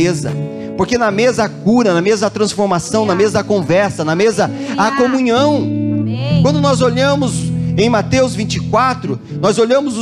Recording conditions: large echoing room